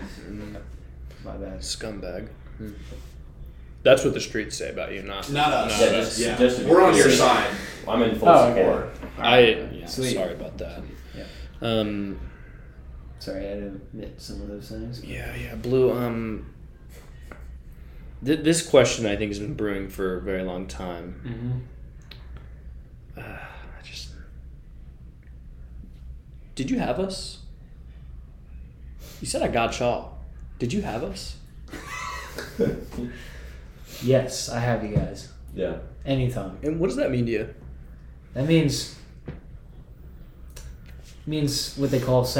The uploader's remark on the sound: Live from the bathroom